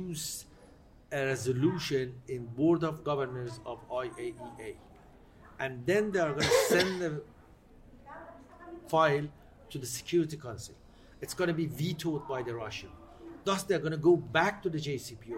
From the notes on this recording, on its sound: On location at the Doha Forum 2022.